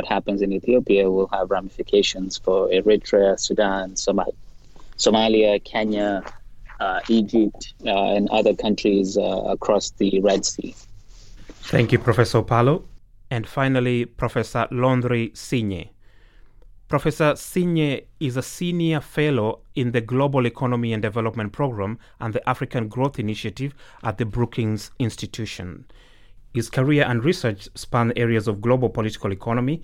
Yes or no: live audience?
no